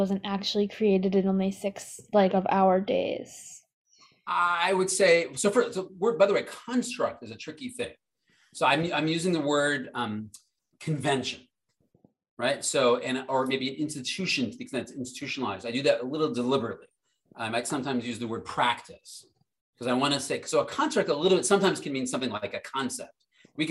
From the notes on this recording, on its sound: This audio was originally captured from Zoom